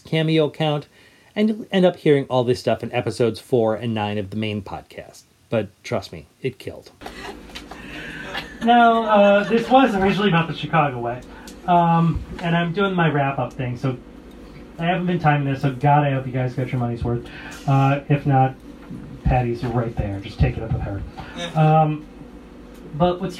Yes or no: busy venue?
yes